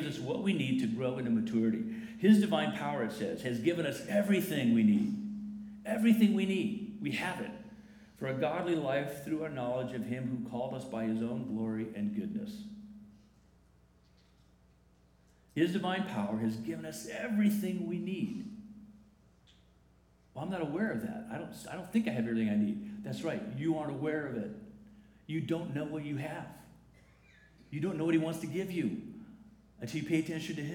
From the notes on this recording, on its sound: The following is a recording from the 10:45 am service.